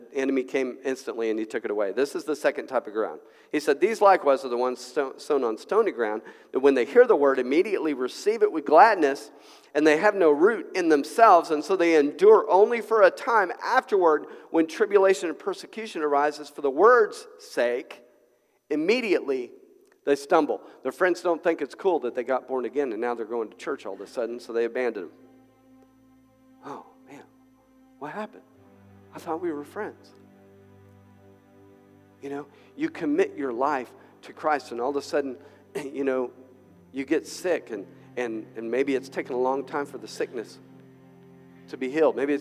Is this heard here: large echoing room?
yes